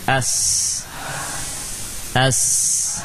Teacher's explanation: Yang ada adalah desis yang mengarah ke depan saja.